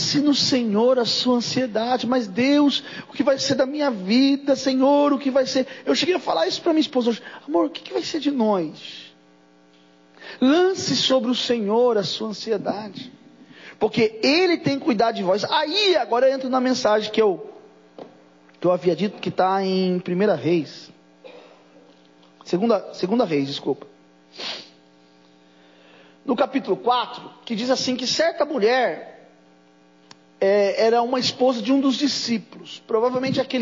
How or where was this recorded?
large echoing room